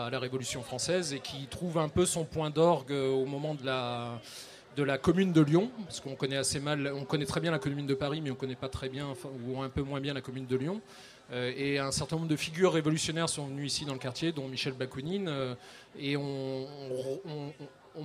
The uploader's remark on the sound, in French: Enregistrée en direct et en public sur la troisième édition du festival Maza'Grand Événement.